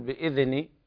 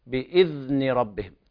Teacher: ثبت طرف اللسان في مخرج الذال حتى لا يكون هناك ارتعاد للسان ويحصل القلقلة · Shown in: second take